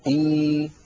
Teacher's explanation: أبدل الهمزة الساكنة ياء مجانسة لكسرة الهمزة الأولى فيصير النطق إي · Term: حرف مد